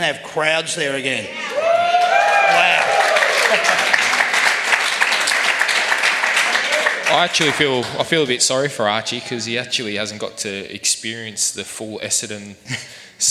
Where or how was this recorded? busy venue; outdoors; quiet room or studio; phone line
busy venue